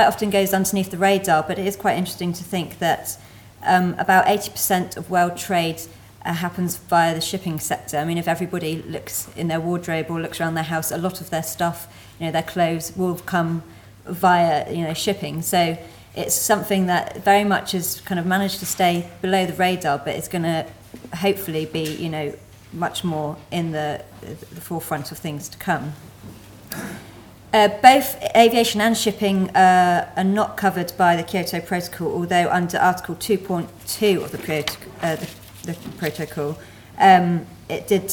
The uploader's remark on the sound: Fourth presentation of session 9 of the 4 Degrees international climate conference.